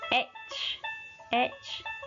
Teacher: en este caso no vamos a pronunciar la D · Term: silent D